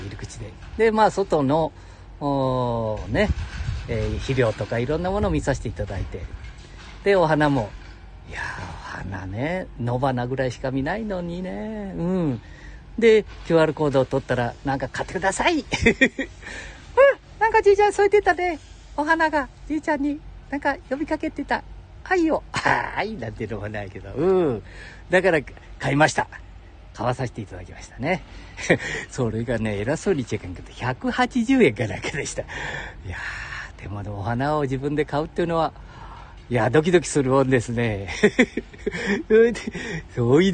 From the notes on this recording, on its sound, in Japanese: 街さんぽ LIVE。